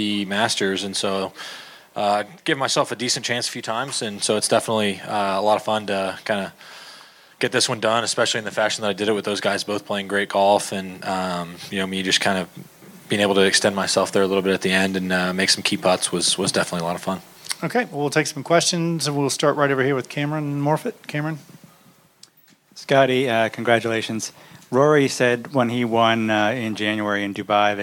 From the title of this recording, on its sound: "LIVE" FROM THE WM PHOENIX OPEN